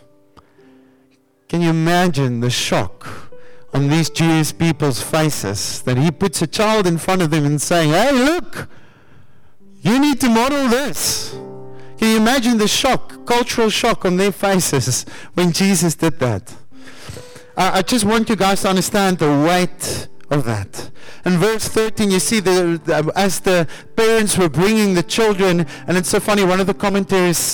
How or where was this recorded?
large echoing room